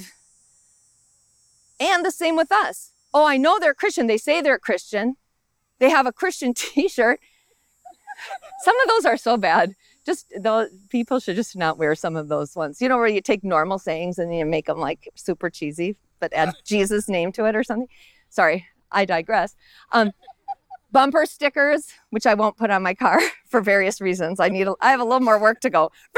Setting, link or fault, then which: setting, outdoors